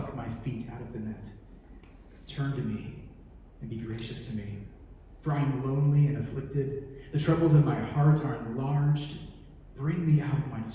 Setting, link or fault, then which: setting, large echoing room